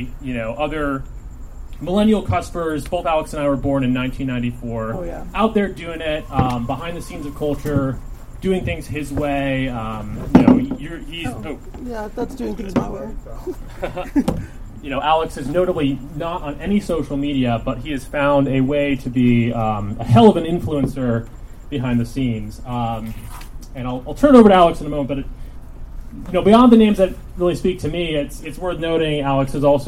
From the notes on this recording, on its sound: Recorded at Stories Bookstore in Echo Park